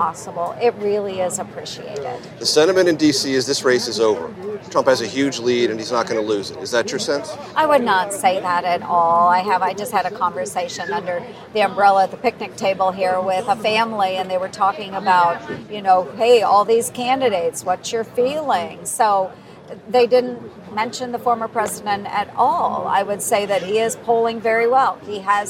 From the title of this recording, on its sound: Live from the Iowa State Fair